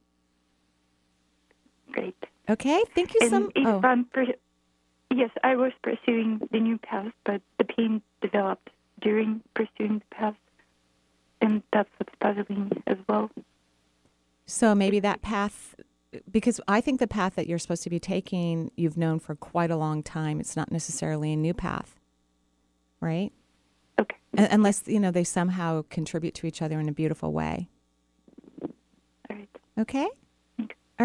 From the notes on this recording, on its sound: taking call in questions from around the country